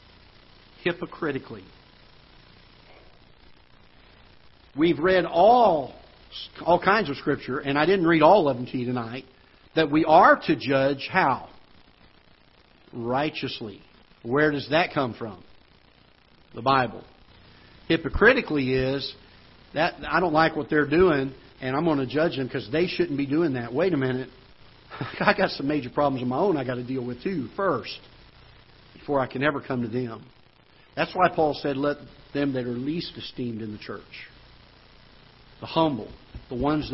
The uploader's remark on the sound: Ketha Heights Baptist Church ~ Live Broadcast